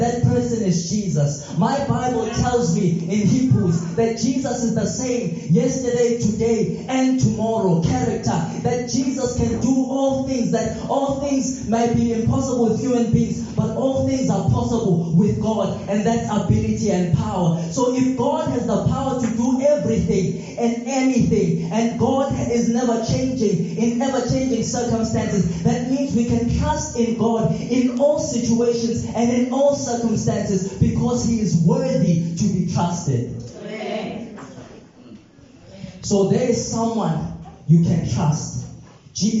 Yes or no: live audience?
yes